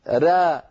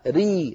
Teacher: الراء مفخمة، را ري هذه مرققة، فإذا مفخمة مرققة هذه صفة للراء، مع أن المخرج للرائين مخرج واحد